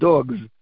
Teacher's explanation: The word dogs, on the other hand, people pronounce automatically with a Z sound. Dogs. Everyone pronounces dogs with a Z sound.